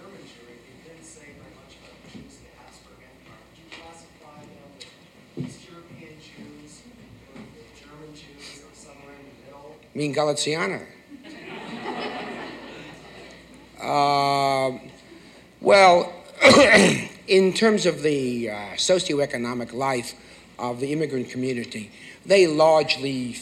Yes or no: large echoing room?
yes